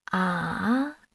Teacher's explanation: Third tone, a dipping tone, represented by a V shaped line.